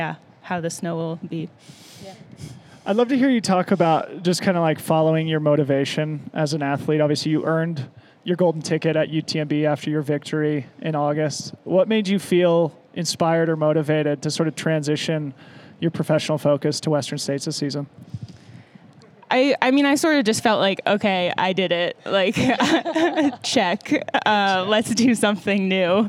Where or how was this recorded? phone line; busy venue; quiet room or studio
busy venue